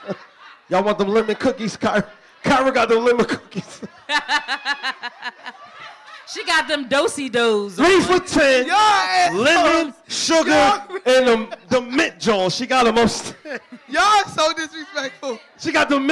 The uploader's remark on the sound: Pub Webb Live Show!! This weeks episode is we launch our most recent live show!